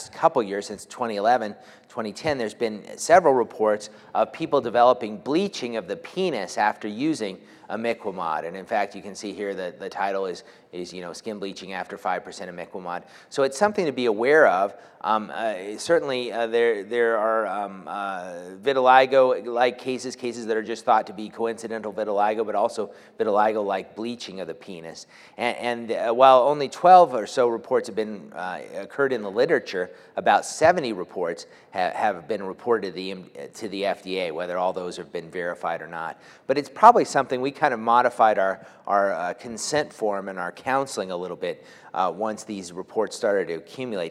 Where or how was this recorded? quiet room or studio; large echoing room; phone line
large echoing room